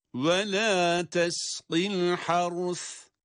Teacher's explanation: Önce ra cezimle okunuyor, sonra sa harfi peltek olarak.